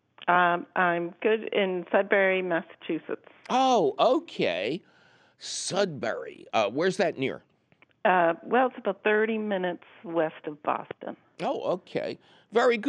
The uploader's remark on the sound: your furry phone calls!